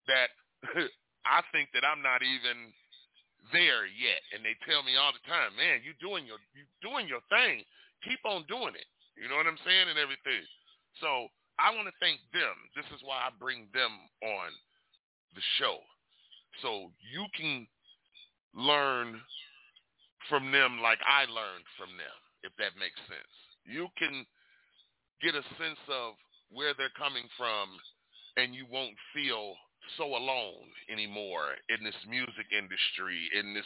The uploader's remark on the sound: we will be interviewing LIVE ON THE PHONE